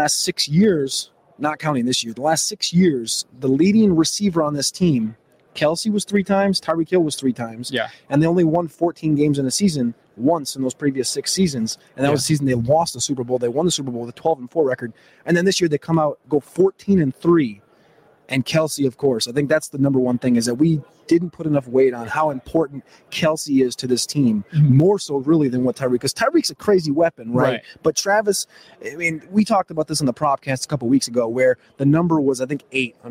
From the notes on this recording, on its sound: LIVE from Radio Row